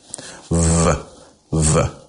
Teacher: feel a buzz as your lip touches your teeth